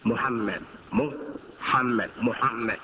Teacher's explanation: So it's a little, it's a blend of the U and the O.